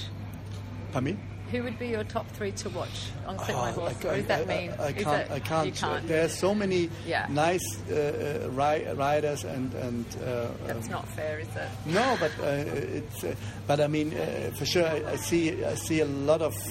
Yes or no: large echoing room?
no